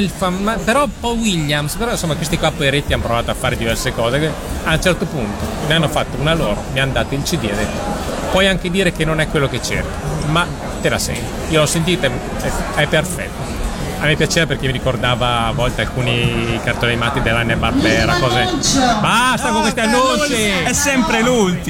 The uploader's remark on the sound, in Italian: Da Lucca Comics & Games 2012 la nostra intervista